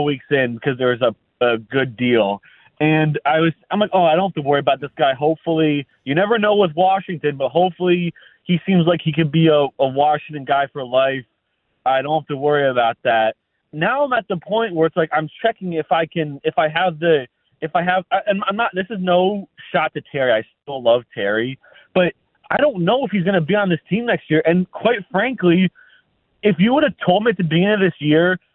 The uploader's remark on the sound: Going to the phone lines